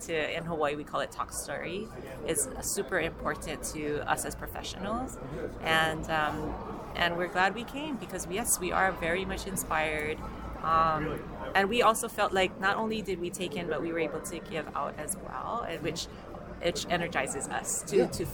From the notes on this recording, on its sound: We feature interviews with several attendees of the NRMLA Annual Meeting and Expo recorded on-site during the event.